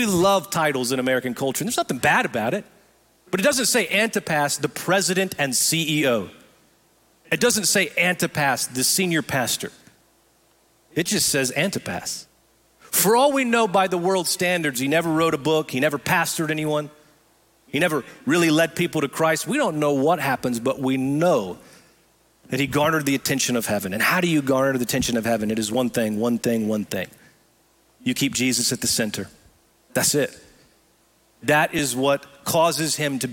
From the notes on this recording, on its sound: Recorded live at Brookwood Church